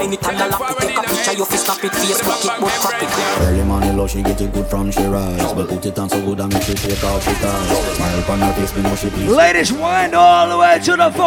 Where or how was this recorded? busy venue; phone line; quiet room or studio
busy venue